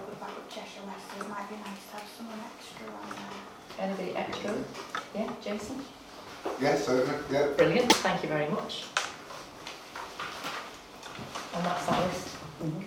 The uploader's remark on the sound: Audio recording of Frodsham Town Council Annual Meeting held on Monday 22 May 2023